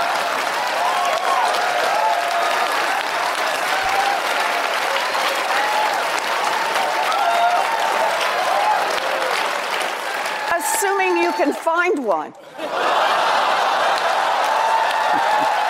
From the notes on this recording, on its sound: answers questions during a live town hall